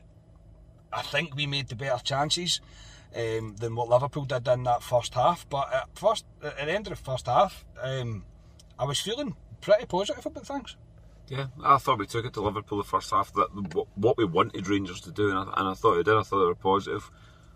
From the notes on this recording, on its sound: reaction from the car after leaving Ibrox.